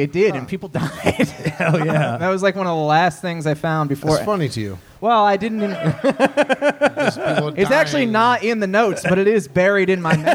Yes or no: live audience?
yes